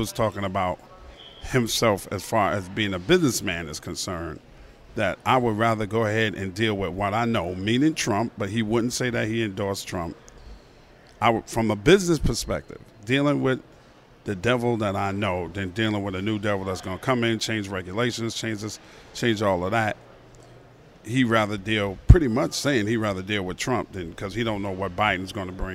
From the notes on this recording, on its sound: Live from LAX. Records from LAX as he's flying back to Atlanta from LA.